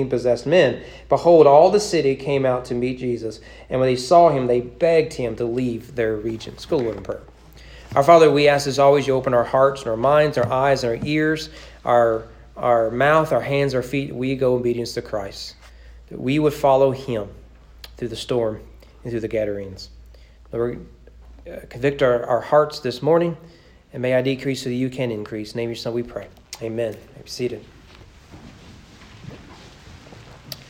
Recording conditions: large echoing room